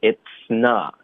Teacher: it's 这个词呢，要注意它要爆破，不能用嘶的音